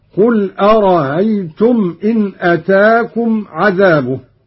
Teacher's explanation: بتسهيل الهمزة الثانية من أرأيت الاستفهامية